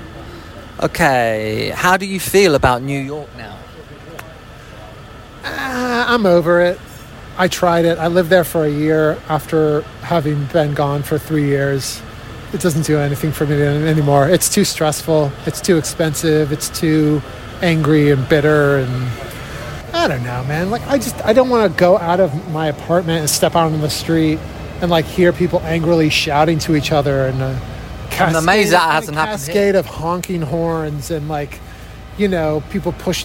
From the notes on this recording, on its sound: Live from legendary London cafe 'Bar Italia'. Sipping a rain-diluted latte.